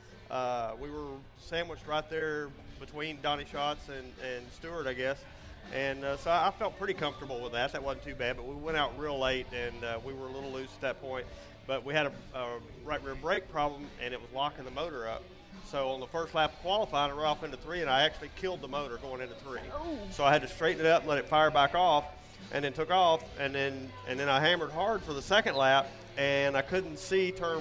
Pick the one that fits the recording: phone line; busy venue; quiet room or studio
busy venue